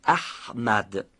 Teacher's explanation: اگر شما بتونید این حرف رو یعنی های جیمی رو از وسط حلق تلفظ کنید، گرفتگی خاصی هم پیدا میکنه